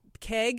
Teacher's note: Anything that's ends with a hard G, you know, with an E or an A ending in a hard G, often people raise that vowel